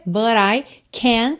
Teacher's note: você praticamente não ouve o T